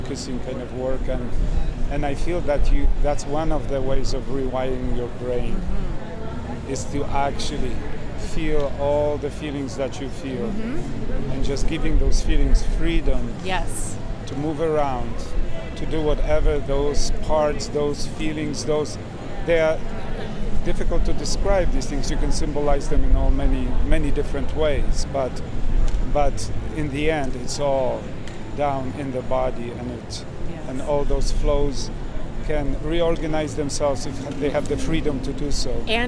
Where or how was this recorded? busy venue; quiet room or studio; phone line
busy venue